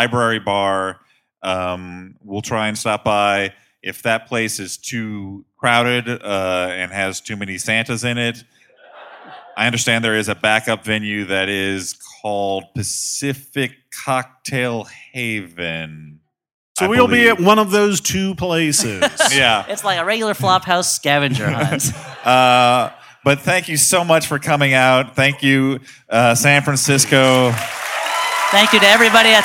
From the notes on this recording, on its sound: We dig out a live show from the vaults. Specifically, our San Francisco show.